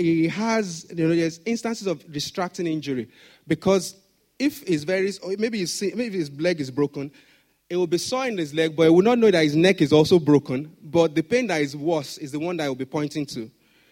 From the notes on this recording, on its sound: Sunday Service message preached